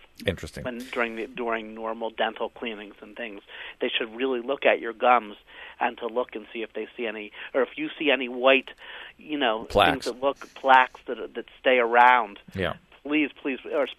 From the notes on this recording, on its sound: they take a listener phone call